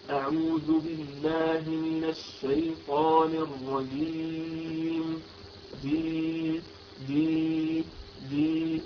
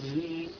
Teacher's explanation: ملاحظة الجيم عندك من خلال أعوذ بالله من الشيطان الرجيم، سمعت الجيم فيها يعني شيء من الرقاوة والتفشي، على العكس تماما الجيم العربية الحقيقية هي جيم شديدة مجهورة وليست مهموسة وليس فيها تفشي · Shown in: first take · يعني ليست كما نطقتها أنت أو كأنها كالسين الرجيم، لا نحبس صوتها فنقول أعوذ بالله من الشيطان الرجيم جي جي جي وليس جي هكذا.